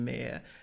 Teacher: the American accent is so rhotic, the R is so pronounced